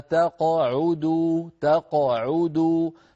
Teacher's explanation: تقعدوا هنا القاف ساكنة مقلقلة، قبلها مفتوح وبعدها عو عين مضمومة